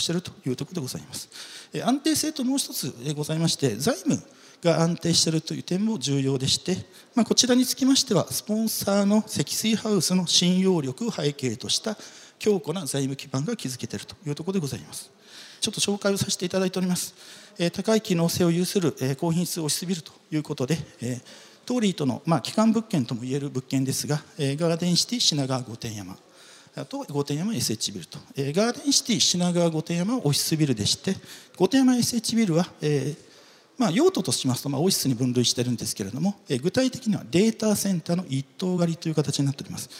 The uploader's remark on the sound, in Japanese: 東京証券取引所で開催した「J-REITファン2017」に登壇した